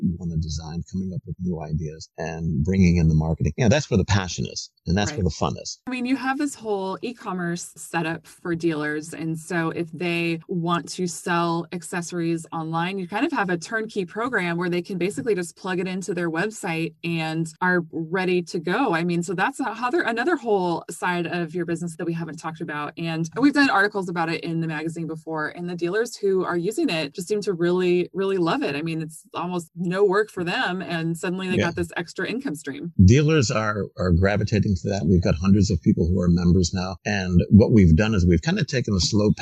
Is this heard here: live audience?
no